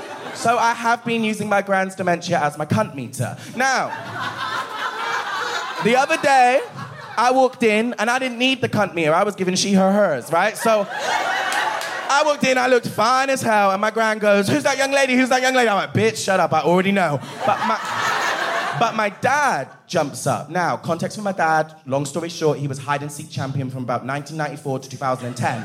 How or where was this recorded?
busy venue